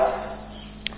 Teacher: Kemudian nun bertasdid tidak ditekan. Mengalir begitu saja.